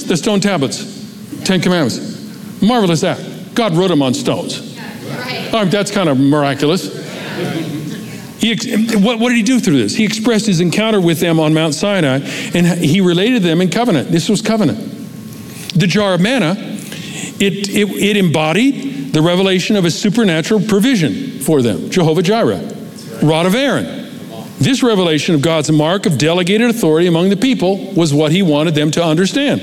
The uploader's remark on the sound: Recorded live at Capital Church in Meridian, Idaho